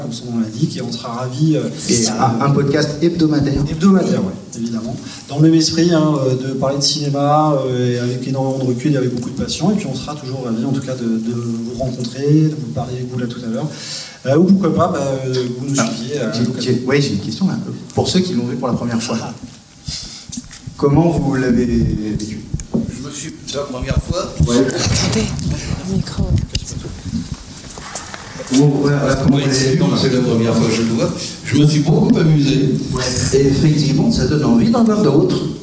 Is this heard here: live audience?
yes